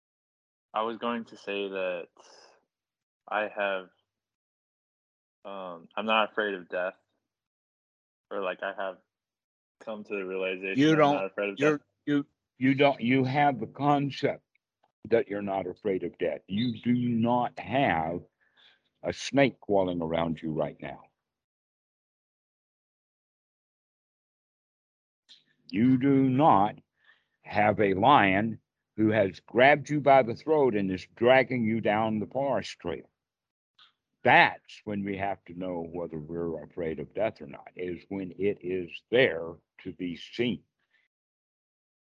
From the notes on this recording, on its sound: skype calls